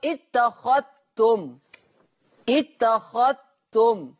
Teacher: ورش أيضا يقرأ بيضغم الذال الساكنة في التاء في لفظ اتخذتم